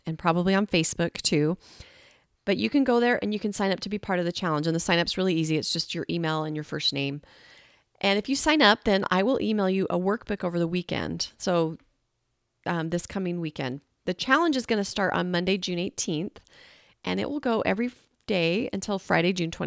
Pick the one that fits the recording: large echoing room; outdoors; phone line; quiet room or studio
quiet room or studio